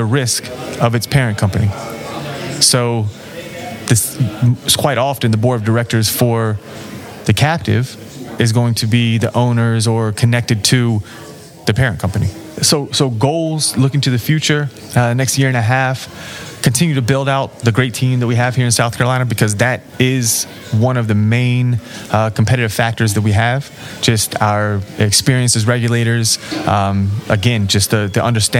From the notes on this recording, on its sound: This interview was recorded at the 2023 South Carolina Captive Insurance Association Conference in Charleston.